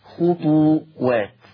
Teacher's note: حفص عن عاصم يقرأ بضم الطاء